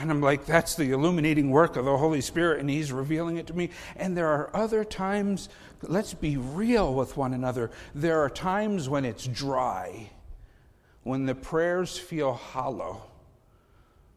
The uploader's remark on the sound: Faith Baptist Church in Hamilton, NJ.